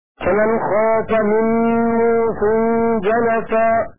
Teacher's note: بسكون الواو وتخفيف الصاد